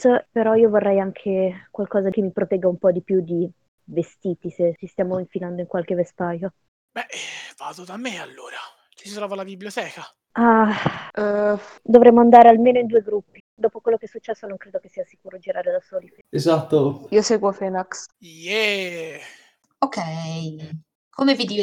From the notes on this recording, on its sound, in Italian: Purtroppo la qualità audio non è delle migliori, siamo dei poracci e giochiamo via Discord registrando con "Craig Records!", ma dovreste aver già notato dei miglioramenti!